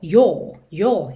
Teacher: Pode ser que tenha lugares com sotaques um pouquinho mais fechado. O próprio inglês britânico, ele já fecha um pouquinho mais esse som do O